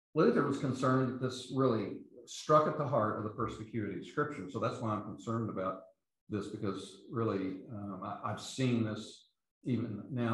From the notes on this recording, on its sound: These podcasts are the recordings of the lectures.